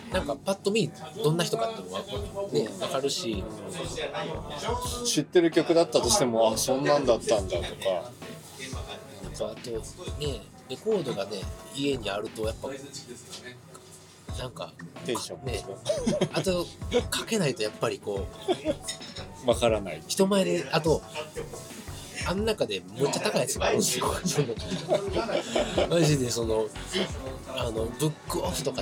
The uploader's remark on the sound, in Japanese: 大阪中津の COVOJEANよりお届けします。撮影許可を頂いて店内での収録ですが、他のお客様の会話音声も聞こえます。お聞きづらい部分もあるかと思いますが、ご了承ください。